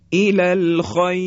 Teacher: و همچنین زمانی که راء ساکن قبلش یا ساکن قرار بگیره، باز هم در اینجا حرف را ترقیق میشه، مثل الالخیر. را ساکنه، قبلش هم یا ساکنه، همین یا ساکن موجب ترقیق حرف را میشه